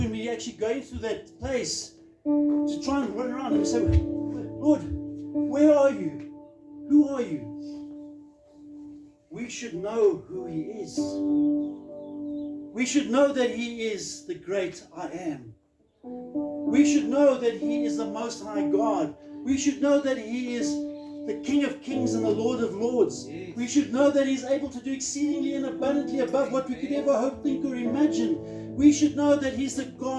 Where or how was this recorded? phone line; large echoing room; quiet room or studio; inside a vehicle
large echoing room